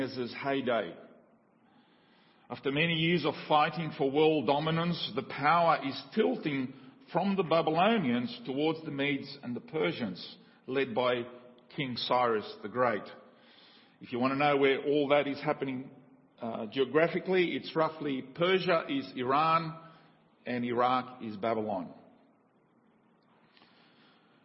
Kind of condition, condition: setting, large echoing room